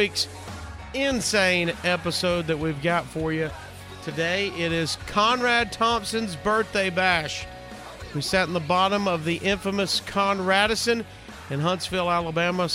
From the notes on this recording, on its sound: We came, we partied, we recorded a podcast. Live from the basement of The Conradisson.